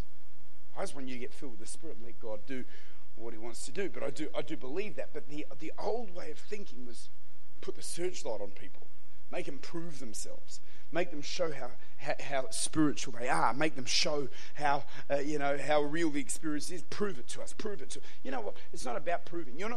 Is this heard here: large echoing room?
yes